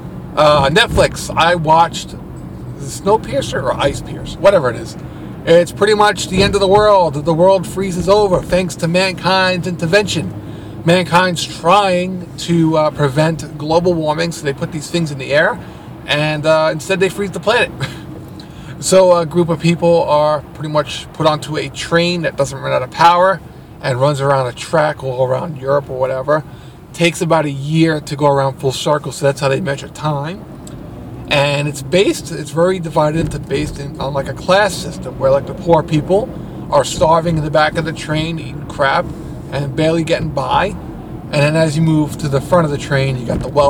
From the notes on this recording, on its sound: Recording In Traffic. Got stuck in some major traffic so decided to try recording while moving at a snails pace.